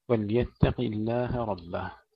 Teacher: ننتبه إلى ترقيق التاء وتفخيم القاف بدون همس